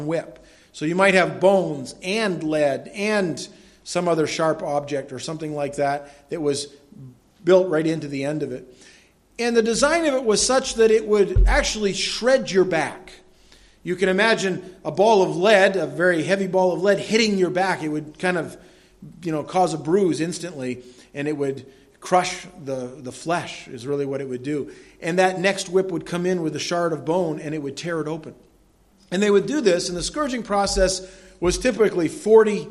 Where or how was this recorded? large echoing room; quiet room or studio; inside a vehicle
large echoing room